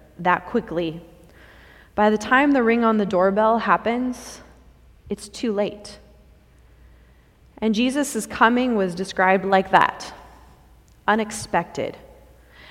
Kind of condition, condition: setting, large echoing room